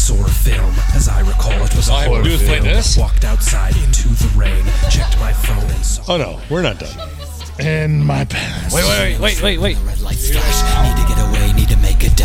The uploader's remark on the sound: Recorded and a round table with a "reserved" bottle in the middle at the Blue.